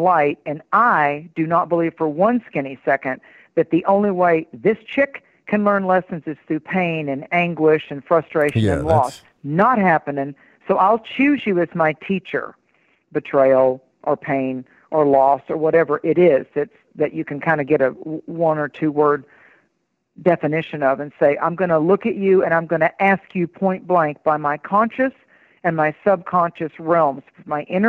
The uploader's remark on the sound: takes live calls